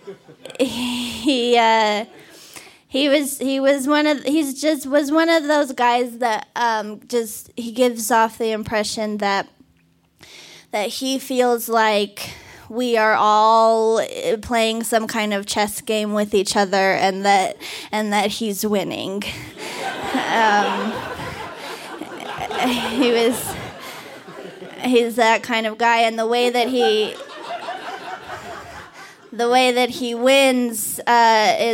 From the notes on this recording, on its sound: told this story live at the Buntport Theater on November 20, 2019.